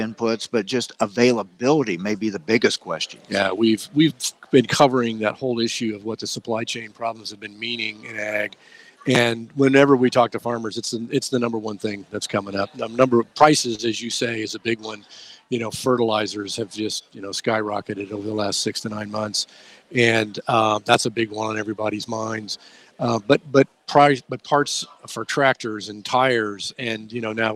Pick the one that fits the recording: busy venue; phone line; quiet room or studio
busy venue